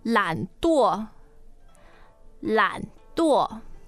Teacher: Yeah, that is a third tone and fourth tone.